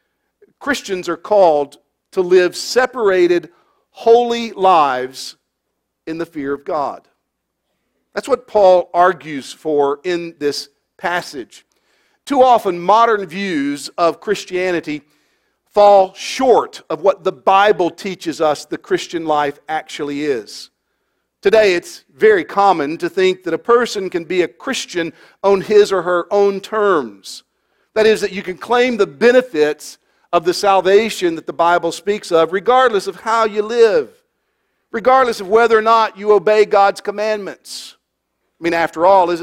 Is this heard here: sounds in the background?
no